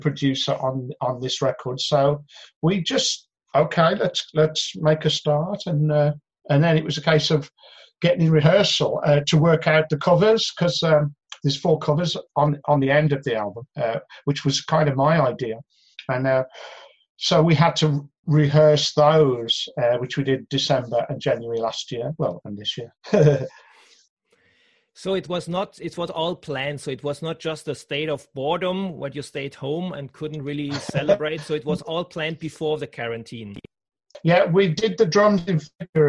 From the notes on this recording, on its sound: on a zoom call